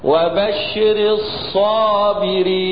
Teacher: مراعاة صفة الاستعلاء والإطباق في الصاد · Term: تفخيم الصاد